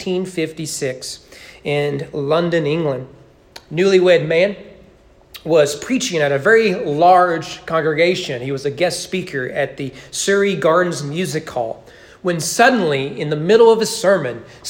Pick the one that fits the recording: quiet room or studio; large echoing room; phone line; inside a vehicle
large echoing room